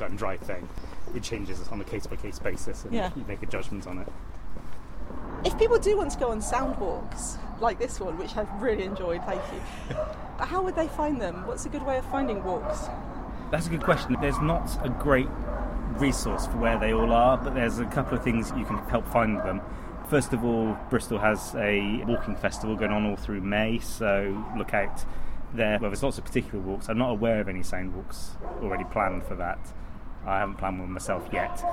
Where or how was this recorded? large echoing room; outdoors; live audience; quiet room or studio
outdoors